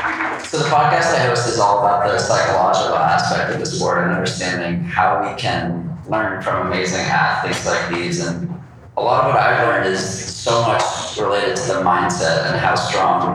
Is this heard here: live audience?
yes